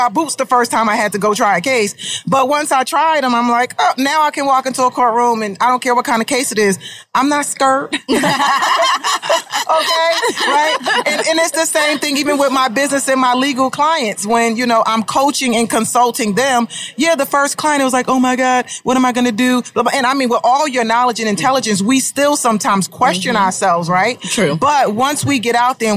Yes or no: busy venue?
yes